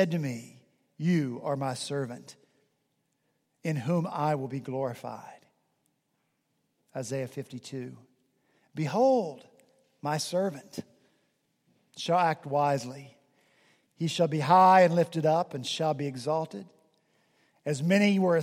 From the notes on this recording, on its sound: At Redeemer Presbyterian Church in Charleston, SC, our senior pastor preached from Deuteronomy 34:5-8.